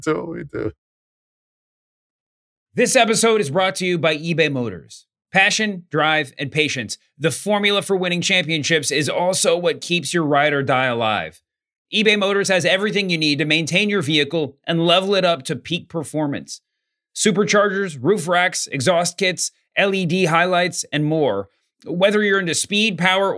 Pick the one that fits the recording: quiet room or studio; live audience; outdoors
quiet room or studio